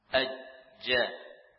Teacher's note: Dari wasatul lisan. Tengah-tengah lidah. Tentunya dengan langit-langit. Ya, sejajar dengannya. · Term: jim